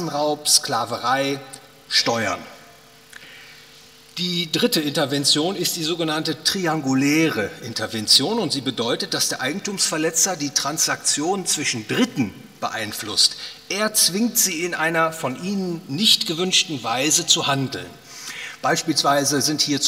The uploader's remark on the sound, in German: aufgenommen auf dem Ludwig von Mises Seminar 2020